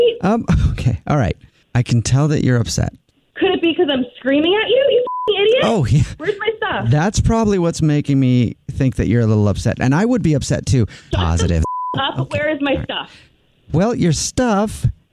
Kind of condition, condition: link, phone line